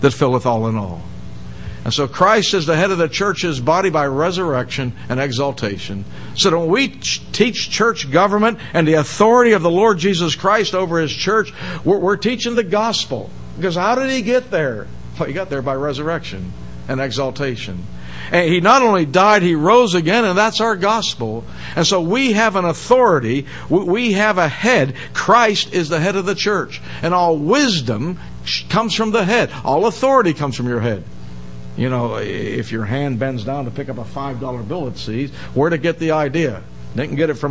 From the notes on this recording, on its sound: given in the most part at Hollywood Bible Chapel